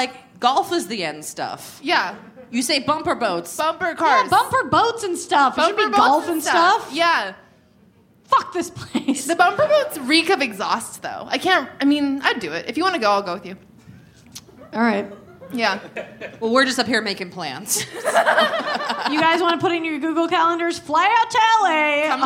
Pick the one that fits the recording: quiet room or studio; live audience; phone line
live audience